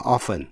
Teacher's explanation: Nhận xét là chữ often, đôi khi quý vị cũng nghe thỉnh thoảng có người nói often, nhưng mà thường thường thì đọc bỏ âm T